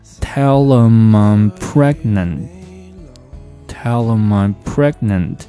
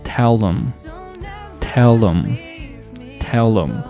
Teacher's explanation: Tell 和 Him，他们两个是一个连读的关系，连读之后呢 H 相当于是被省略掉了，那这个时候 Tell him 就缩读成了 Tell them, Tell them, Tellthem。然后这个 Tell them 和后面的这个 I'm